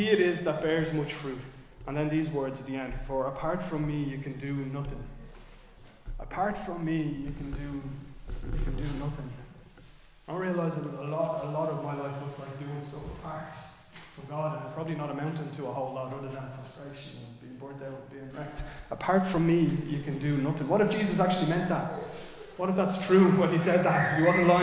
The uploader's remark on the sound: Recorded live in Liberty Church on 11 July 2023